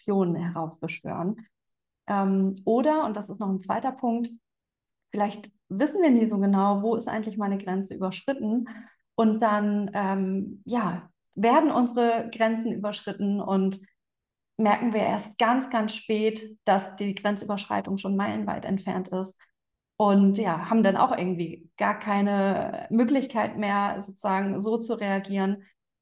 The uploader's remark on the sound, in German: Live Interview auf Instagram